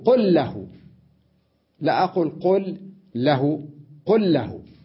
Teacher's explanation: أضغمت اللام من قل باللام من له